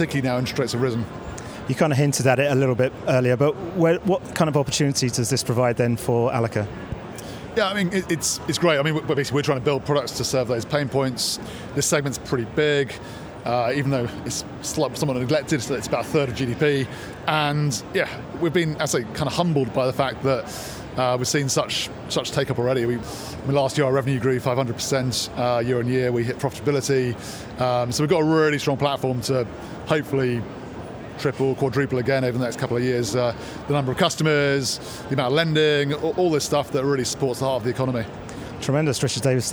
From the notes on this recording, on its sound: The second of three episodes recorded at Money20/20 Europe 2023, that took place in Amsterdam in June. We recorded a series of interviews with a number of the speakers from the conference.